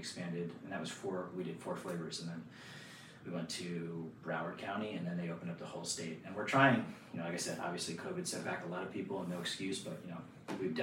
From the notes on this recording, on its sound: We had some technical difficulties during the recording, so if the audio is a little low, I apologize. We tried our best to fix it and raise the volume for publication.